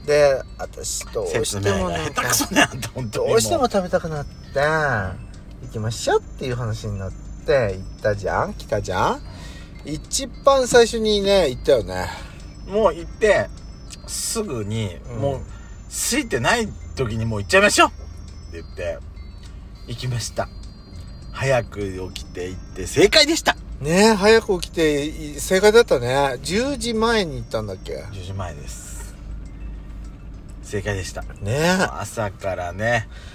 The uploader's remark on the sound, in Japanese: パーキング収録。遠征レポート福島 #いわき #小名浜。